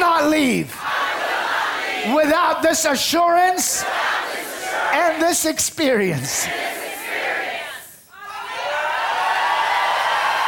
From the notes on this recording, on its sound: This message was recorded live at the Apostolic Global Church in Pensacola, Florida.